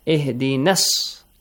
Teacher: There was a rule in level 2 we studied that when Alif Maddi approaches Hamzatul Wasl, the Mad will be skipped as well. So you directly join the Na sound to Sa.